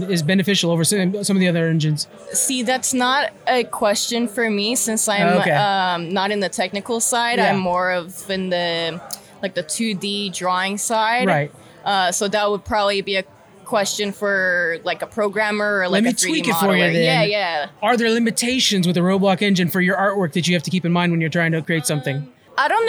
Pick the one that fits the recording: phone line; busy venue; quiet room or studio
busy venue